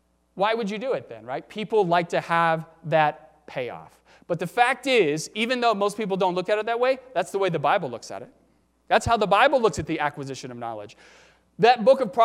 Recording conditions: large echoing room